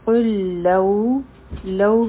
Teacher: دلته کې به د لام سره ادغام کیږي او دې ته ادغام متماثل وایي یعنی درې لامونه به یوځی شي